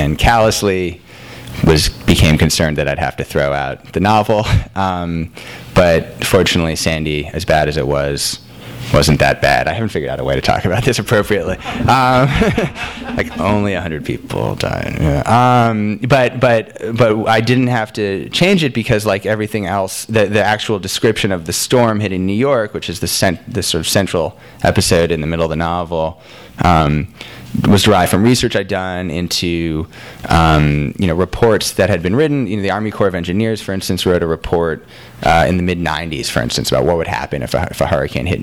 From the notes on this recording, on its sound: THIS EVENT WAS RECORDED LIVE AT SKYLIGHT BOOKS, MAY 8, 2013.